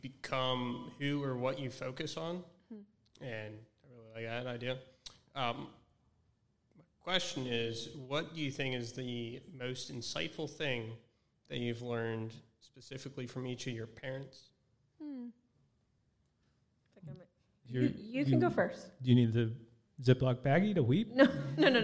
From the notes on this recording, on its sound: Recorded Live on December 22, 2022. Enjoy the first ever live podcast recording from our event on December 22, 2022!